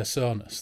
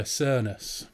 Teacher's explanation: So they pronounce O like almost like a long ER. · Shown in: second take